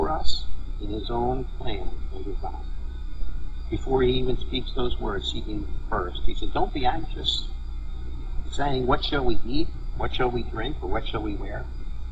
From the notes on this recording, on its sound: We had some issues with the sound, but hope that doesn't detract too much from an awesome message.